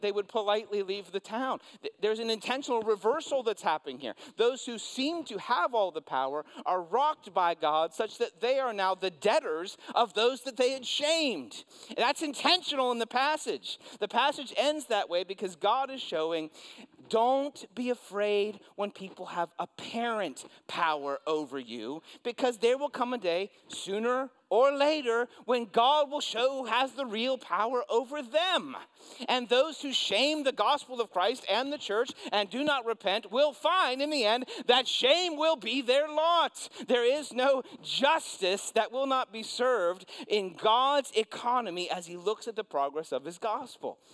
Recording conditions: large echoing room